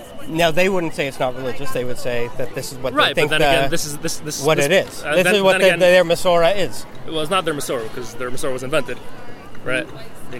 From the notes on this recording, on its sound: At the Western Wall. Took his recording gear into the crowd to bring us this special on-the-ground report.